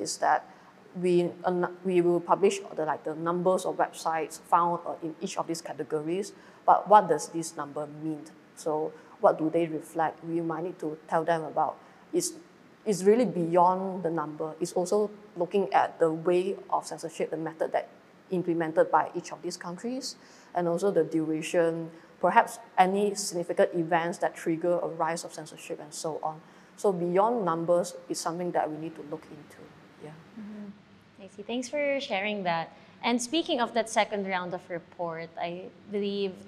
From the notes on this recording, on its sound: PGP Live at DRAPAC23. Recorded live at the Digital Rights Asia Pacific Assembly in Chiang Mai, Thailand.